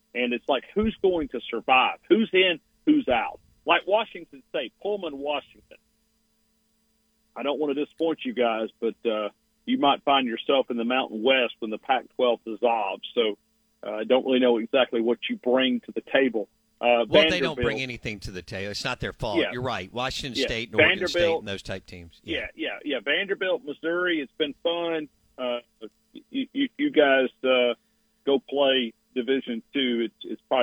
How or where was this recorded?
phone line